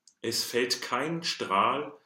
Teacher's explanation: L is Italianate, just the tip of the tongue. Especially because we have the word felt in English, there is a danger of this word showing up with a slight accent.